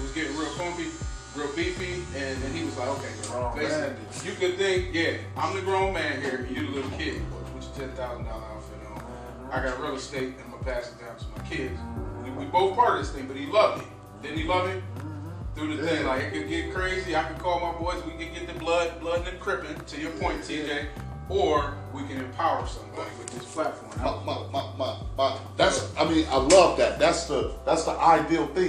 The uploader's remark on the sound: Live from cullers barbershop